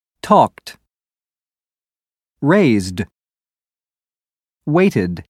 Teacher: Talked ends with a t sound. Raised ends with a d sound. And waited ends with a new syllable pronounced id. · Term: ed endings